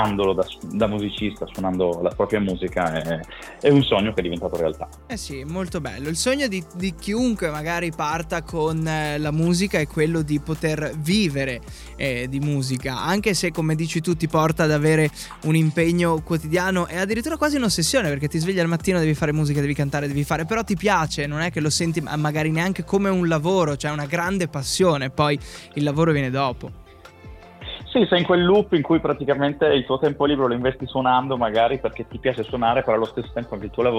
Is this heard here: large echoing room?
no